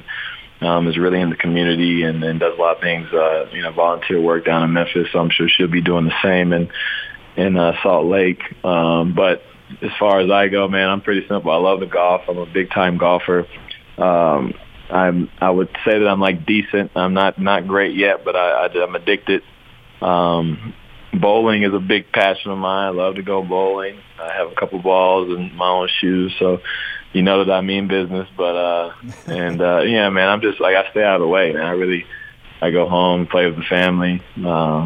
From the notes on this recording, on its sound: called in to 'The Big Show'